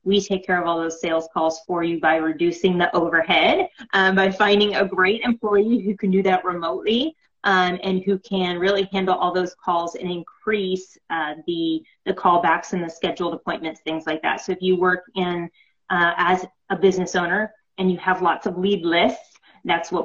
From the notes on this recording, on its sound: on Sit and Spill on Instagram Live